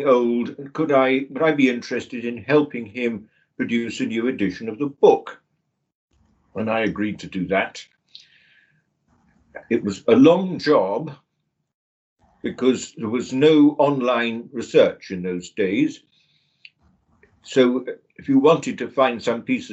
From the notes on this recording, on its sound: The interview was recorded online